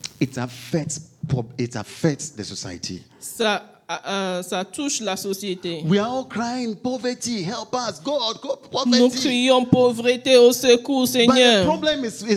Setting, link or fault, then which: setting, large echoing room